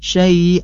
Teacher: tanwin bertemu wau adalah idgham bigunnah, maka harus ditahan